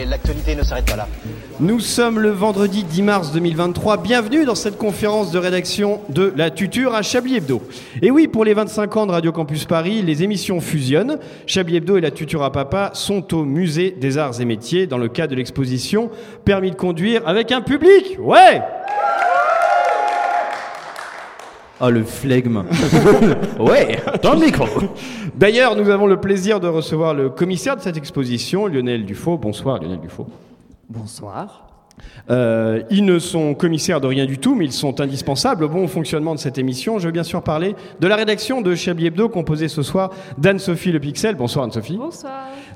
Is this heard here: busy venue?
yes